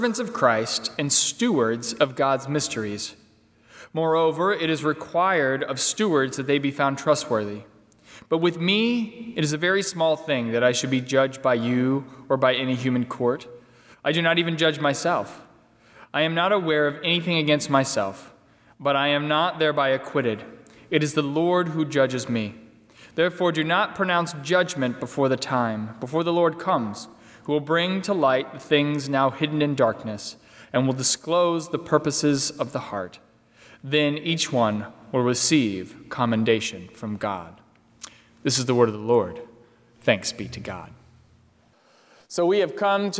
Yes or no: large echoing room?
yes